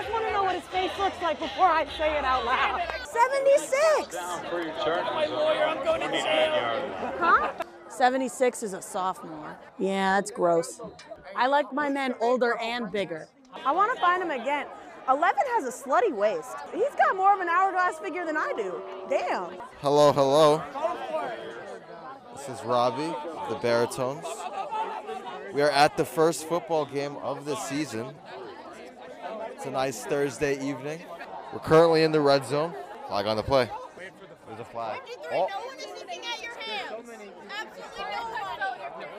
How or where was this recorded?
outdoors